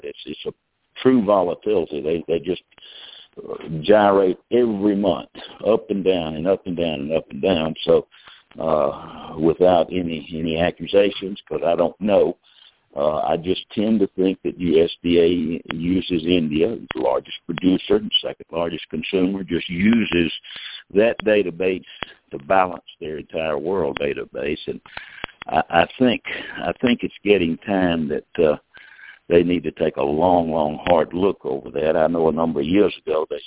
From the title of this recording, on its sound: Monthly Conference Call On Cotton